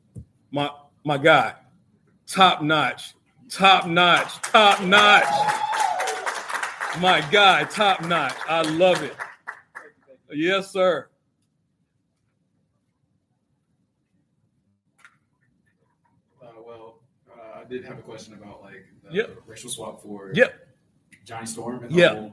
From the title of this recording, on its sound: Live From Galaxycon!